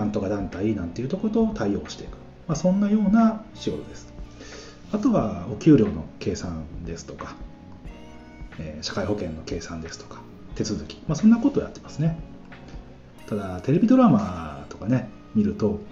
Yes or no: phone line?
no